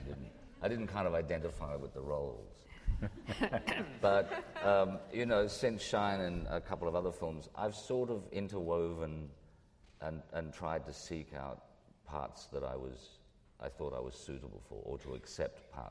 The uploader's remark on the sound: At the 92nd Street Y. As part of the 92Y’ s long-running film screening and discussion series, “Reel Pieces.” Were interviewed before a live audience.